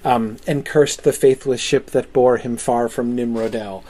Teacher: Absolutely perfect 14-syllable iambic pattern.